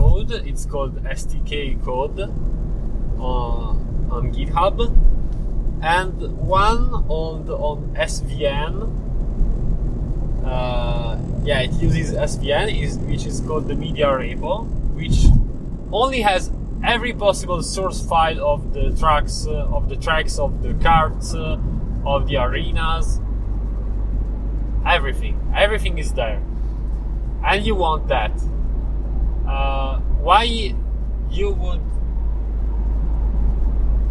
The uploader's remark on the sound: This time I tried a "car rambling podcast", where I record while I drive and stop the recording only when reaching the destination